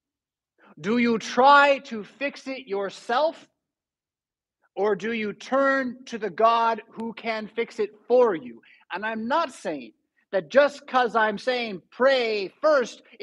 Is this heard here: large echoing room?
yes